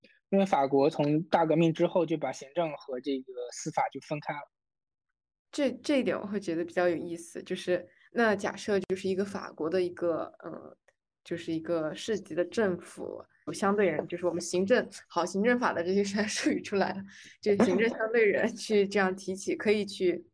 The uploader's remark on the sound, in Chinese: 由于疫情的原因，本期节目采取了远程录音的形式。我们对以此带来音频质量有所下降的问题感到抱歉，谢谢你的谅解。